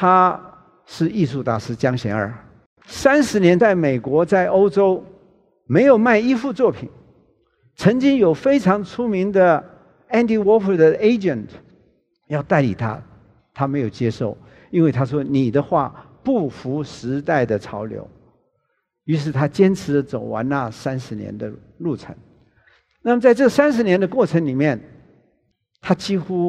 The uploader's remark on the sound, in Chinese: 本集節目取自【2023突破者知識跨年饗宴】現場錄音。